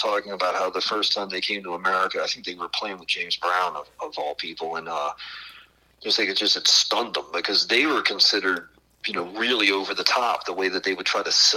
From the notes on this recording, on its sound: Burnt the phones down to the New Orleans/Ocean Springs area.